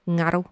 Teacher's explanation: it's like a velar nasal, so it's like the ng sound in singer